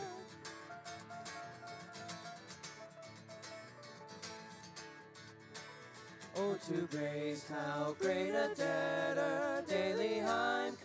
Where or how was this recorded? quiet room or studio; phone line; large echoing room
large echoing room